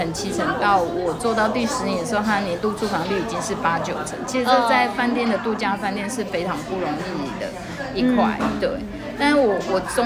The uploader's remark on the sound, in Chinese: 本集錄音現場環境較為吵雜，但內容精彩難以割捨，因此已盡量作最大降噪的處理